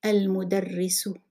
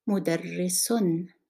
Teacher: So instead of u at the end of the word, you will have un. Instead of a, you will have an. · Term: nunate the ending